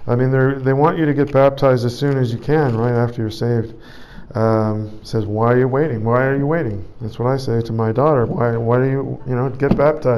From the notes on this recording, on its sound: Preached at St Georges Manor, Toronto, Canada